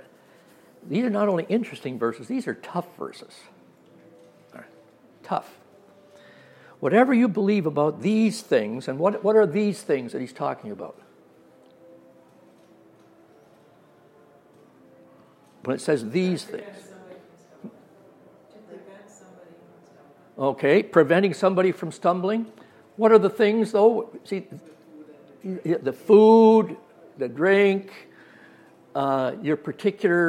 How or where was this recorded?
large echoing room